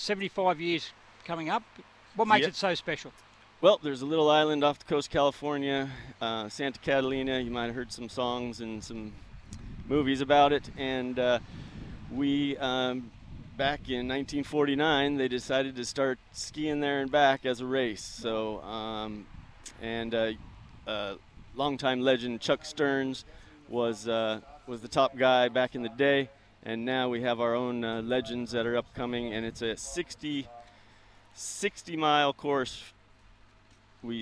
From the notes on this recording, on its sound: Live from the world water skiing championships.